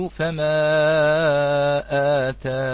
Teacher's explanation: إذا وقفنا على فما آتاني هذه جاز لنا وجه بوجه الحذف في الياء، فنقف فما آتان. · Term: كيفية الحذف